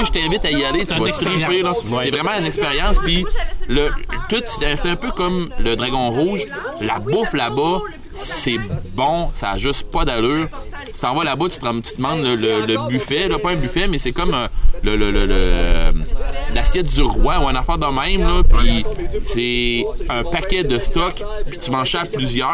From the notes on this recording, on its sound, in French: L’épisode a été enregistré lors du BBQ des Crinqués devant public.